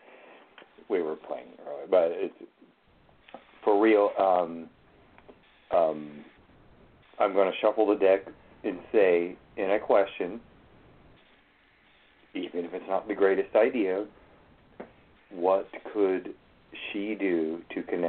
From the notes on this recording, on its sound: Open the phone lines for an evening of Tarot/Oracle Divination!!!!!